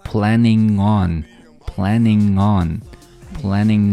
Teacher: planning 是一个后鼻音后鼻音跟后面的 on 进行连读